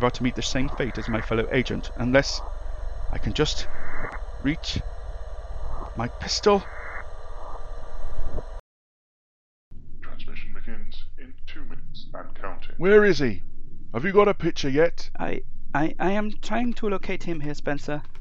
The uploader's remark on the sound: The hisses and crackles you hear on this recording are quite deliberate, as low-fidelity is to be expected from audio retrieved by laser-accelerated spectography from a parallel universe 1965.